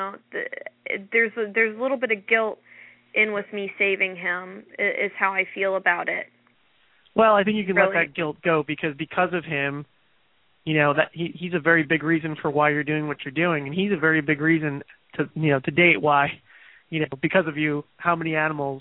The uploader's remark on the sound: takes your calls live